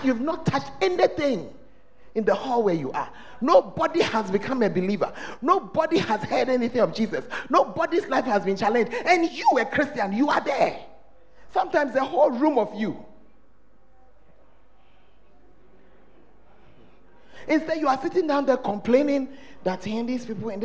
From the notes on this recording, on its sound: The Fountain of Life Cathedral during The Presence Service